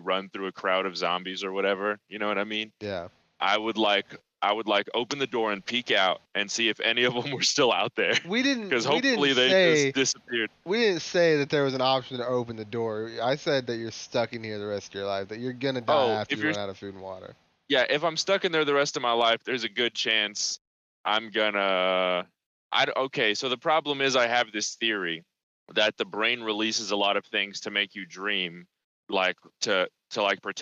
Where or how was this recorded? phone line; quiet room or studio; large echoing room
phone line